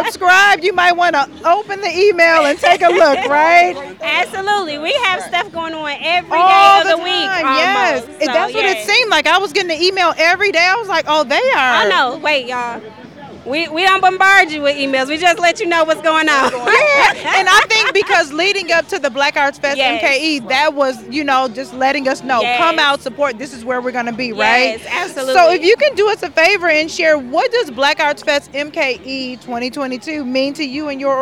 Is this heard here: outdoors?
yes